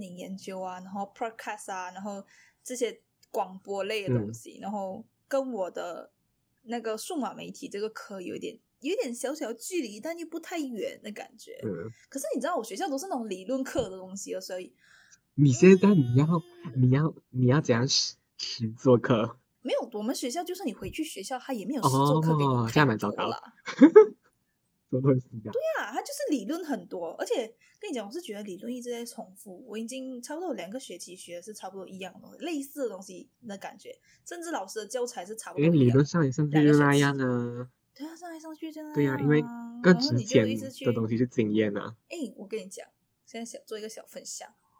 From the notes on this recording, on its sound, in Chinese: 抱歉這集音質很有問題。用錯麥克風。